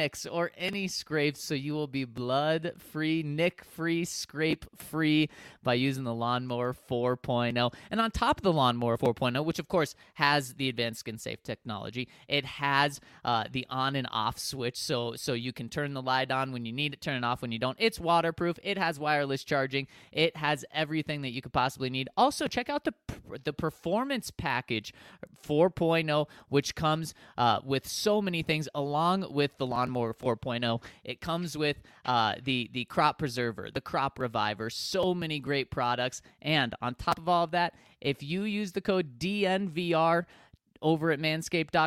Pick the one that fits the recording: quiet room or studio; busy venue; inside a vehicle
quiet room or studio